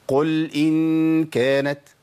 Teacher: طب الخطا الثاني، قل ان كانت، قل ان كانت، ده اسمه شده، واللام لا فيها شده ولا فيها رخاوه، لا فيها انقطاع صوت ولا انحباس صوت ولا فيها جريان صوت · Term: صفه التوسط